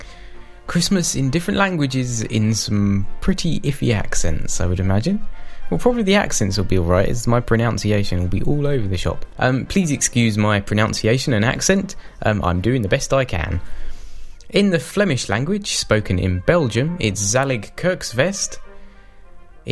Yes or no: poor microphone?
no